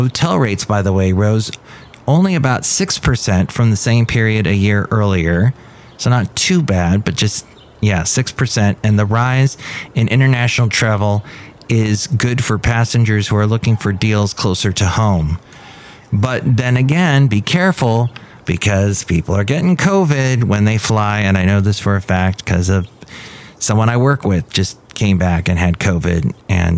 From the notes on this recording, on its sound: Podcasts live from Café Anyway.